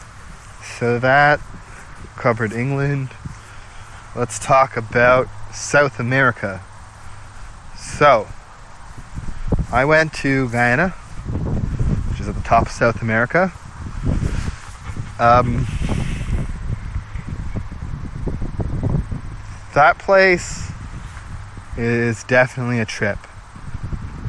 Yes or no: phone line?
no